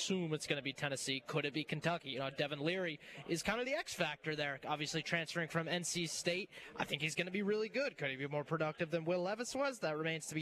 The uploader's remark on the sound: Live at SEC Media Days. The Nashville SEC Media Day Three!